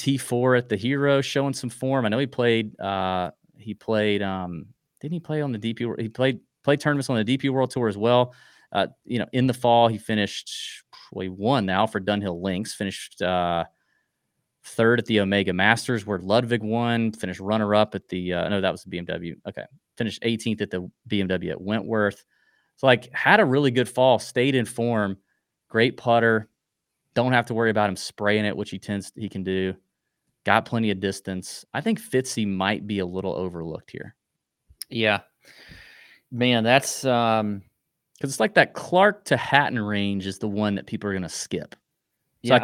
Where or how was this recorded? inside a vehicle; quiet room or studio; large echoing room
quiet room or studio